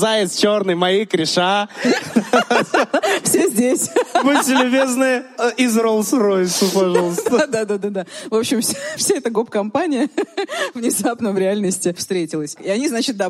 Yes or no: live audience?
yes